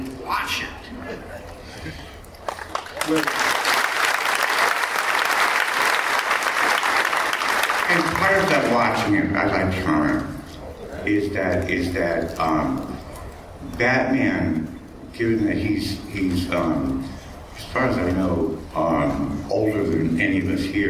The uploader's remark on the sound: Batman 75 panel SDCC 2014. Recorded at San Diego Comic Con 2014.